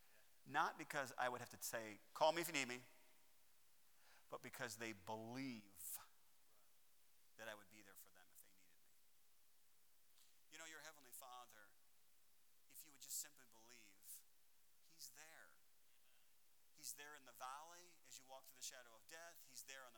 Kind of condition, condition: setting, large echoing room